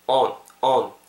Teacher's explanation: 그리고 on이라고 발음하시기보다는 on, on 약간 모음을 어에 가깝게 해주시면은 훨씬 더 자연스러울 것 같습니다